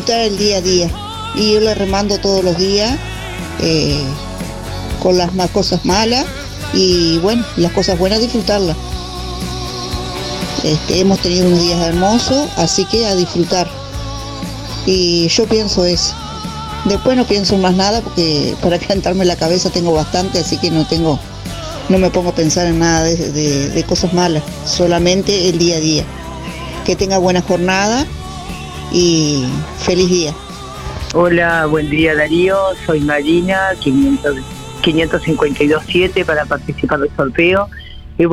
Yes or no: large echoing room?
no